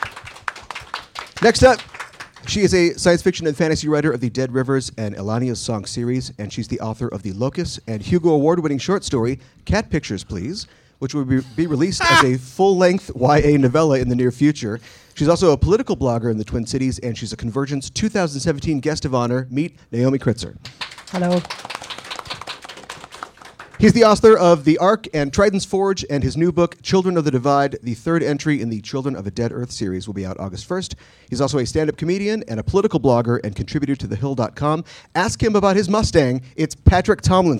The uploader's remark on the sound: our live episode about the film from CONvergence 2017